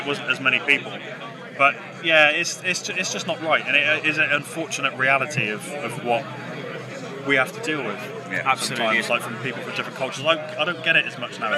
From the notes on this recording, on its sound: Live from Bloodstock 2023